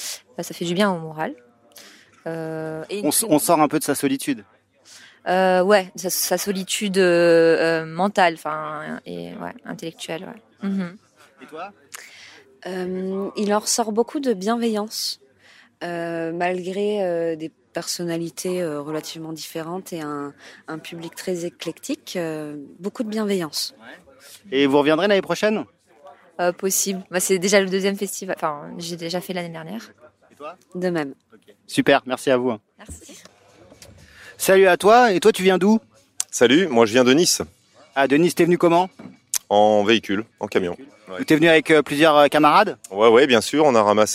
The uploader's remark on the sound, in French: Festival de la réconciliation 2021. Avec son "micro-champêtre" parcourt les allées du festival pour recueillir impressions et avis des visiteurs.